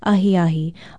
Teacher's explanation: Ahiahi is spelled A-H-I-A-H-I and pronounced Ahiahi, almost as if there was a Y in the middle of the word · Term: glide